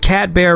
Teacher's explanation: I put the emphasis on the bear that time.